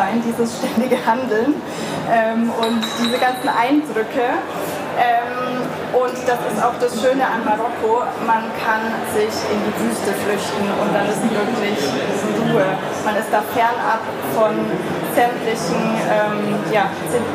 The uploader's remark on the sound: Had the pleasure to speak at the Berlin Travel Festival. This podcast episode is a recording of her talk.